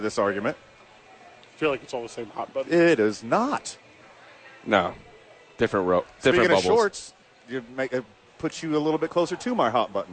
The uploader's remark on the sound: live from Isotopes Park!